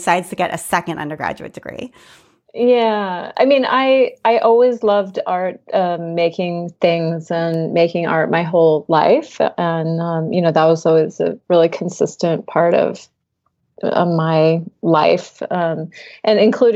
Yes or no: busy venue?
no